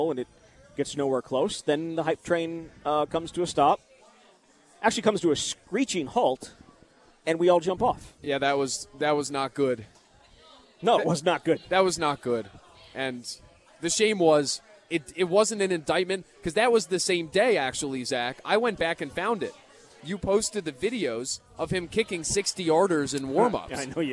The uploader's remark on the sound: Live from Monk's in Sun Prairie.